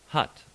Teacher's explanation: The open mid-back, unrounded vowel, turned v or hut